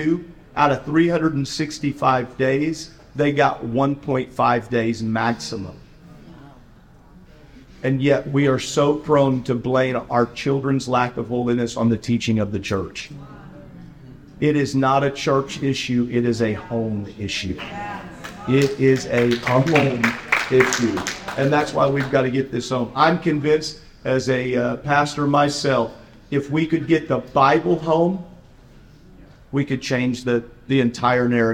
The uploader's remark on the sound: we join a seminar hosted at General Conference